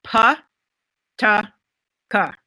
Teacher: the voiceless plosive sounds are p, t, k